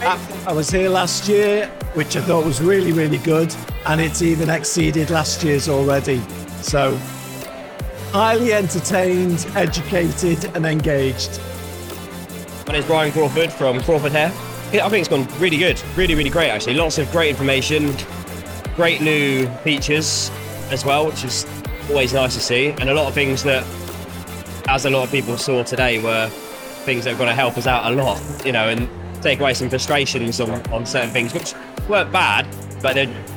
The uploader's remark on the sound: Live From the Salon Owners Summit 2024